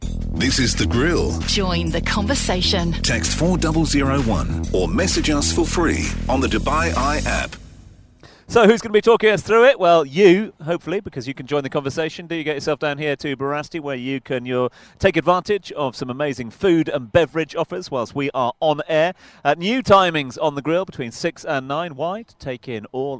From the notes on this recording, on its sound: From the rooftop garden of Barasti